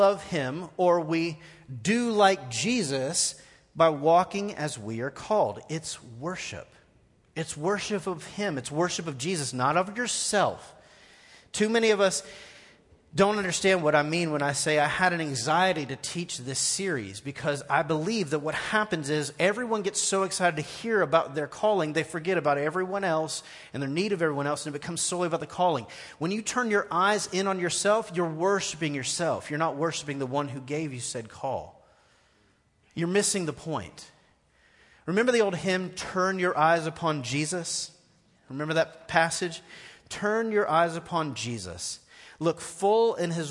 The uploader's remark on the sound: Recorded live at The Fellowship at Two Rivers on February 24, 2019.